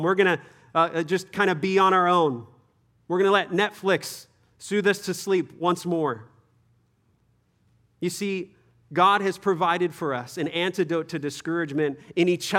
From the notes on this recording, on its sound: Third session at our 2023 Men’s Conference.